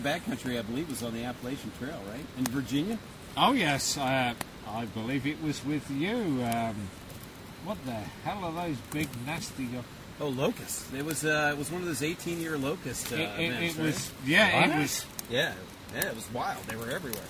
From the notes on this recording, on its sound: Recorded at a remote campsite on the Chattooga River. We sit around the campfire and discuss the fundamentals of backpacking.